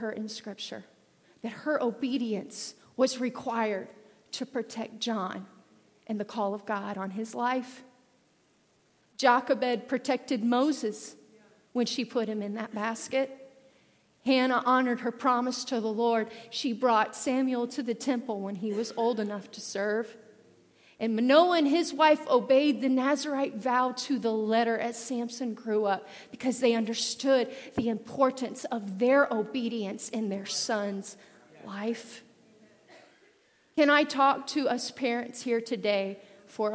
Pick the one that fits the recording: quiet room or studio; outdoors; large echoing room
large echoing room